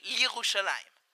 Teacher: Okay, do you pronounce the Yod, Li Yerushalayim, or do you say Li Yerushalayim without pronouncing the Yod, because the Yod becomes part of the preceding vowel, the Chirik, the E.